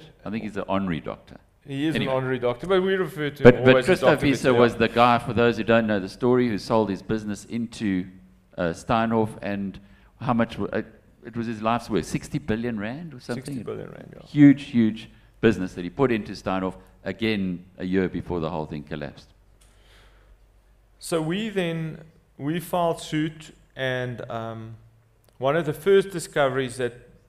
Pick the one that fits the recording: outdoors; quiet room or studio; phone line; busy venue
busy venue